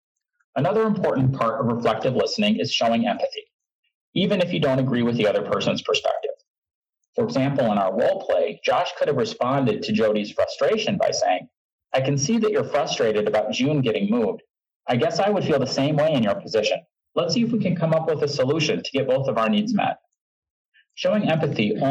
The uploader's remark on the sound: This is a podcast version of a Supervisory Development webinar recorded on April 18th, 2018.